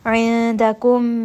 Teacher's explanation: Indakum, this is going to be noon with ikhfa. Ain from the middle of the throat.